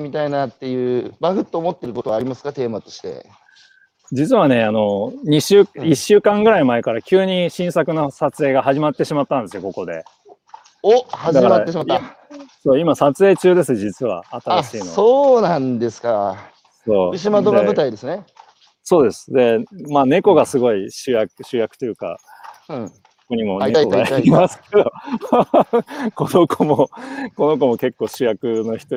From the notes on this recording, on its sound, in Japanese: 歩くラジオ。歩きながら1時間、対談する。